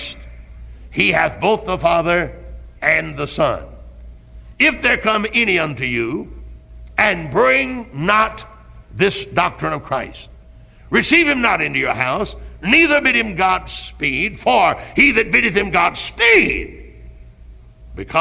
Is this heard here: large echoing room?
yes